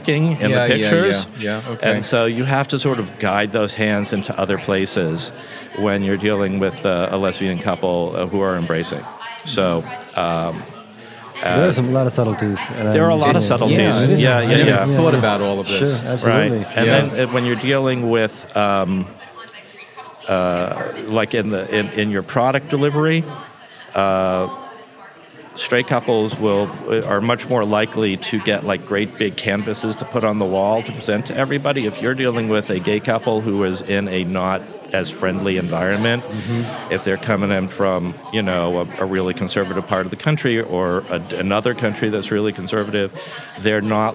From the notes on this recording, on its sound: we spoke at the 2019 Depth of Field Wedding and Portrait Conference